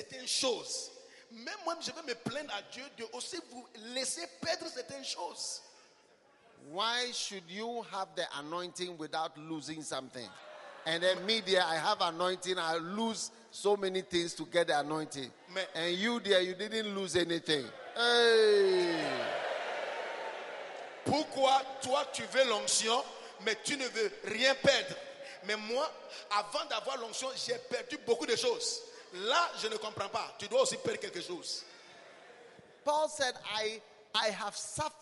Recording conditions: live audience